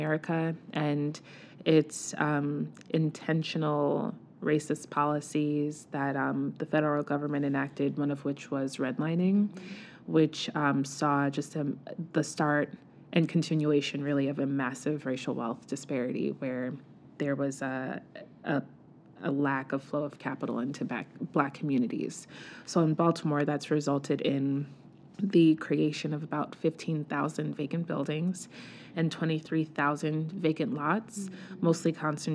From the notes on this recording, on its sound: This episode was recorded live and in person at Movement is Life’s annual health equity summit.